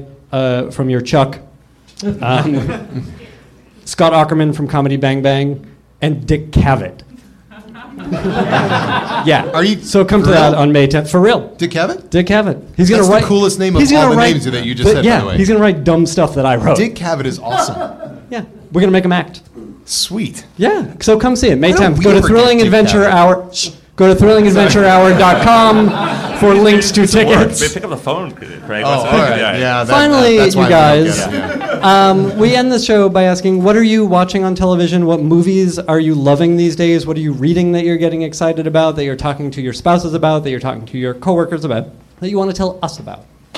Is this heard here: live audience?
yes